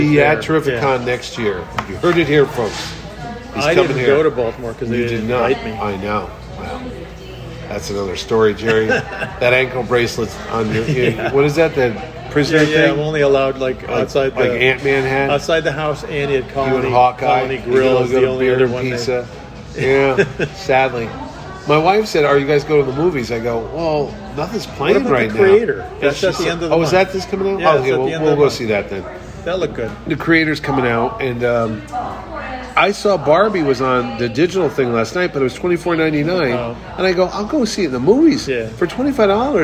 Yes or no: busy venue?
yes